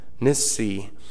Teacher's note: If you want to write the pronunciation, N-I-S-S-E-E with the accent on the last syllable